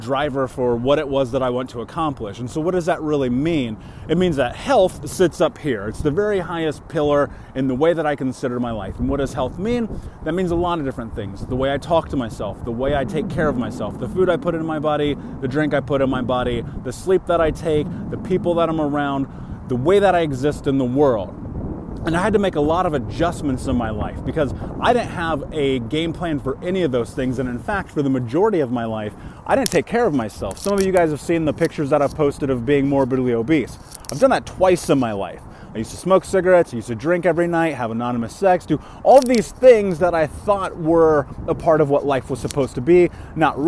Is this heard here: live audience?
no